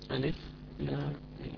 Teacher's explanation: لاحظوا ألف لام ميم، لام هذه آخرها ميم، يعني شوفوا لاحظوا لام عندي ال آ إم، كلمة لام أو هجاء لام هو ال ألف إم. الإم هذه وهو الحرف الأخير من كلمة لام، الإم هذه أدغمت في الميم التي بعدها · Term: لازم حرفي مثقل